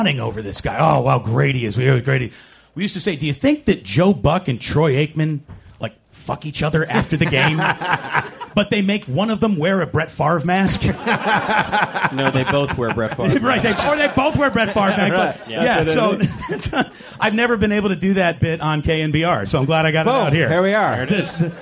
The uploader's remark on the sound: Our first LIVE podcast. Recorded at the Punchline Comedy Club in San Francisco for SF Sketchfest.